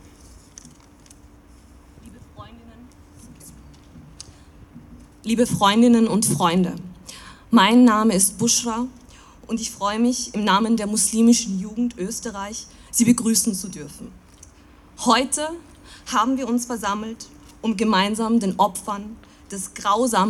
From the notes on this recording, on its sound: O-Ton Gedenkkundgebung für die Opfer des Anschlags in Wien.